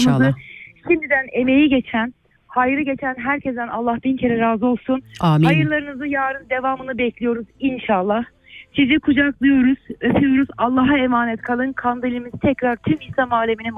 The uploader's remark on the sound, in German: Ein Telefongespräch mit einer guten Freundin, die momentan im Such- und Rettungsteam in der Türkei tätig ist.